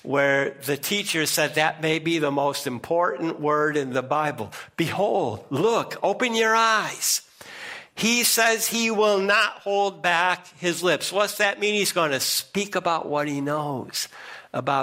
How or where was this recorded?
large echoing room